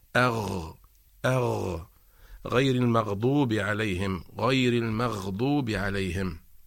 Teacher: عند النطق بحرف الغين فإن المخرج لا ينقفل وإنما يبقى مفتوحا، فنقول أغ أغ غير المغضوب عليهم غير المغضوب عليهم.